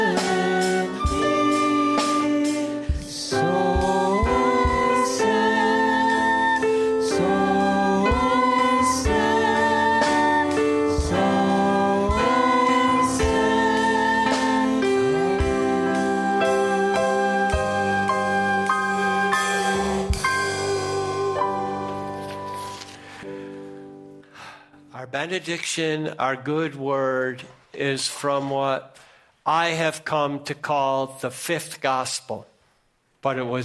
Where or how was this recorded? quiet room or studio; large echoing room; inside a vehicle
large echoing room